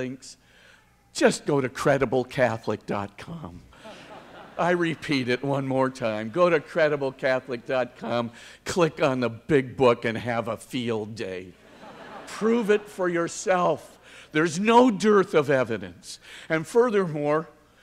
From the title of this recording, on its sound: 2019 Commencement Address